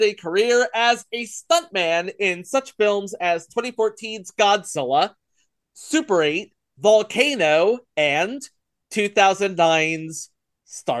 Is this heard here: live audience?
no